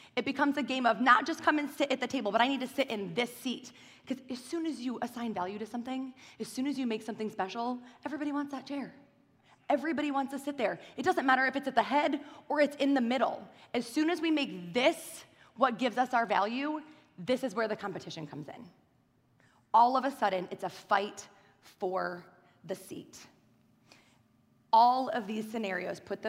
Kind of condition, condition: setting, large echoing room